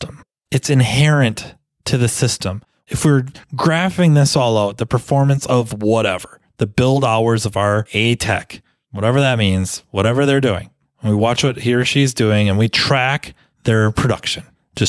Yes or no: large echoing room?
no